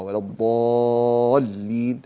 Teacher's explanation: هنا تمد بمقدار 6 حركات، ولا الضالين فست حركات هذه الألف، واللام هنا المشددة فيها ما يسمى بالنبر وهو الضغط أو الخبطة الصغيرة